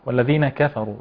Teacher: نرقق الكاف والفاء ونفخم الراء جيدا